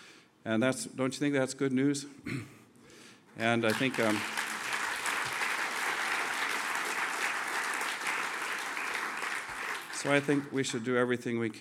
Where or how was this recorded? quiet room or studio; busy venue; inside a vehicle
busy venue